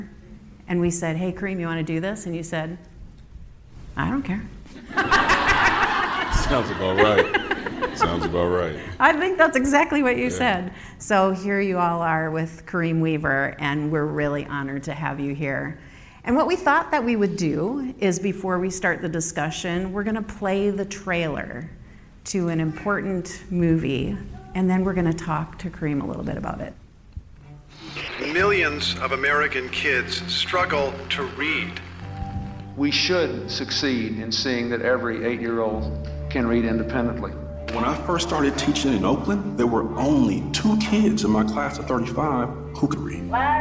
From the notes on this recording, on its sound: Science of Reading: The Podcast recently conducted its first ever taping in front of a live audience. In New Orleans at the Plain Talk About Literacy and Learning conference.